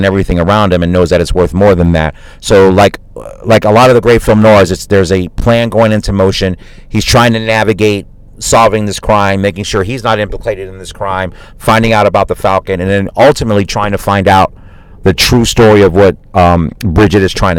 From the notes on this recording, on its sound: Live from my car.